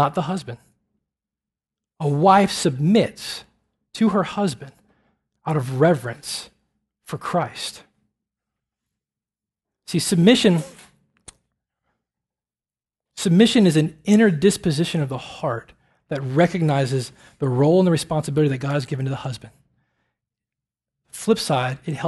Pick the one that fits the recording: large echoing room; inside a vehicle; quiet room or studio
large echoing room